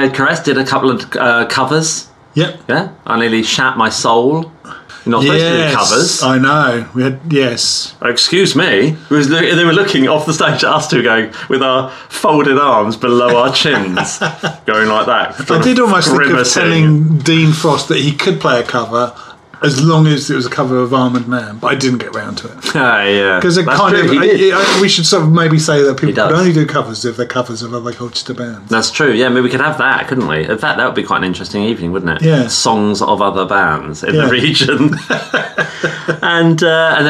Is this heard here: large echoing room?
no